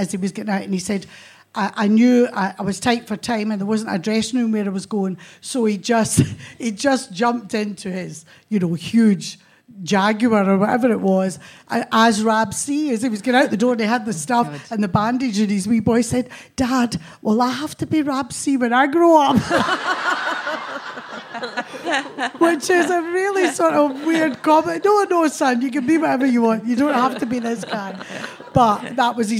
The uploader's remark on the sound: This week, it's a special episode of the podcast recorded at the Glasgow Comedy Festival! A live audience.